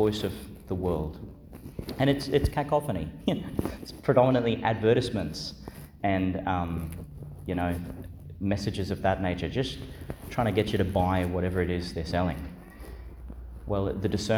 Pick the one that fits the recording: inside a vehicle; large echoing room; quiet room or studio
large echoing room